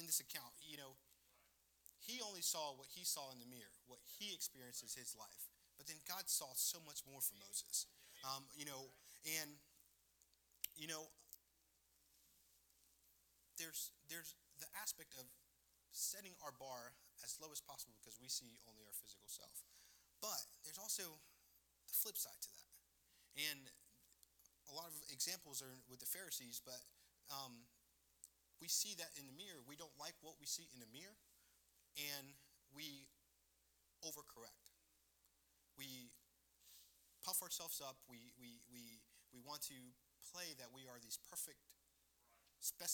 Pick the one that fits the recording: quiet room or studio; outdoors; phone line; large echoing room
large echoing room